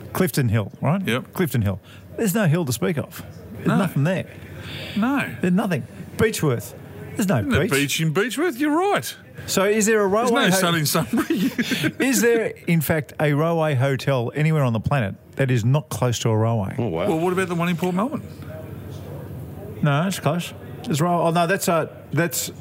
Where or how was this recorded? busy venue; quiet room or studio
busy venue